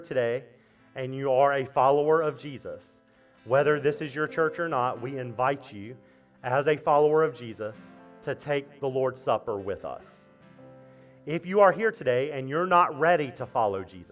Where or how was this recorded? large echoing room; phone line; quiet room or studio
large echoing room